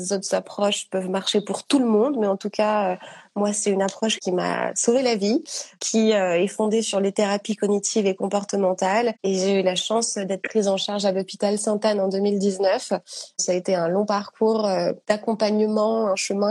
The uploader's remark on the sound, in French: live enregistré sur Instagram